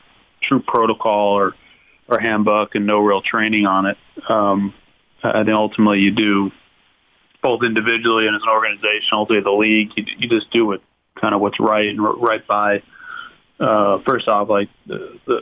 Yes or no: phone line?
yes